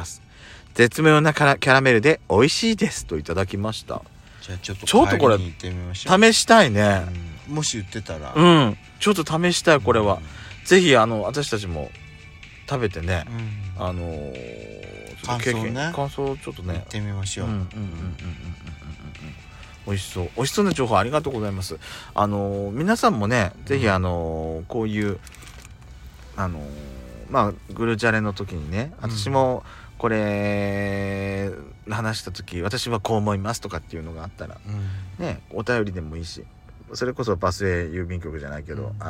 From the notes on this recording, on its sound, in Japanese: 2人組。パーキング収録。